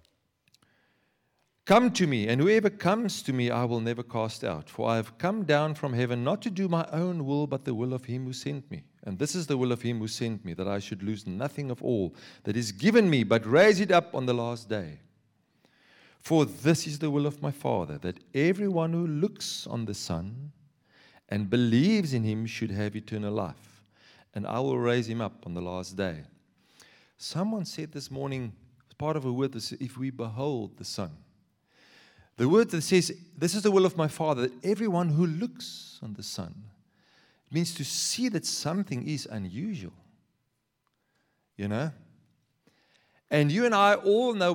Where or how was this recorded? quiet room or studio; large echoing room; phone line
large echoing room